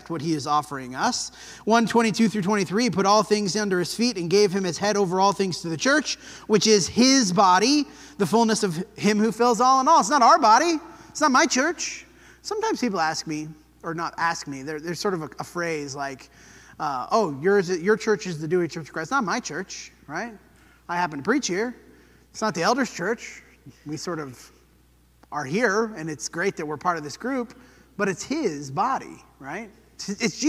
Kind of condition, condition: setting, large echoing room